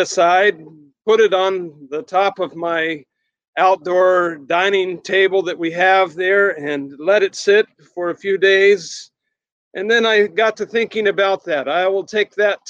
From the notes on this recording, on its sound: Sermon recorded at Middle East University Church.